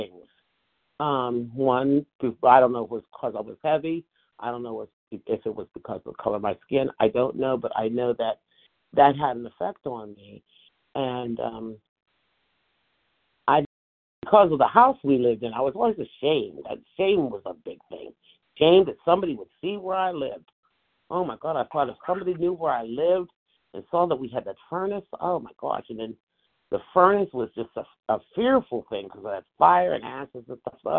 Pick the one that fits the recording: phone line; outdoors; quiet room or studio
phone line